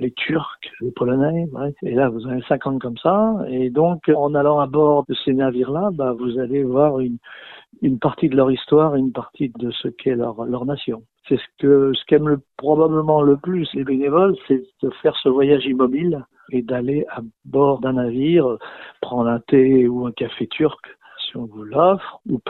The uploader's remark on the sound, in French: Nous avons joint par téléphone. Radio AlterNantes FM.